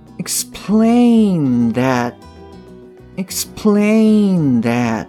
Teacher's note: 特に plain、この後ろの方ですね。アクセントがある方の音節、こちらの方をしっかりと発音すると。